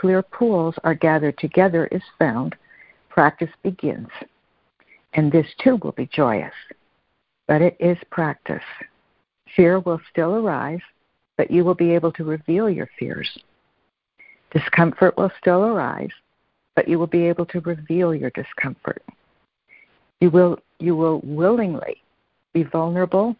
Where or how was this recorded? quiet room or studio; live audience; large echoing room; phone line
phone line